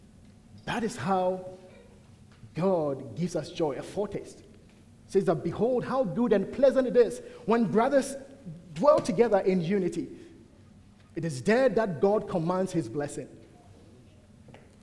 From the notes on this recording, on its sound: at the United Christian Church of Dubai